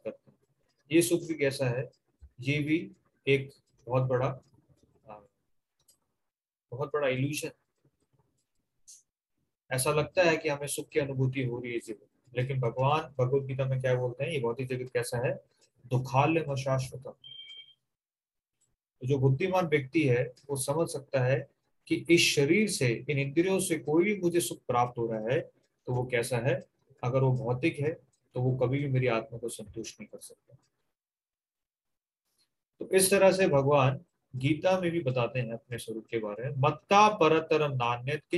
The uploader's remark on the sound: Zoom recorded class